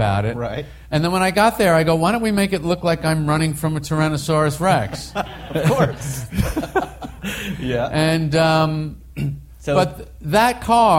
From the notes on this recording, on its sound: coming to you LIVE form the Pebble Beach Concours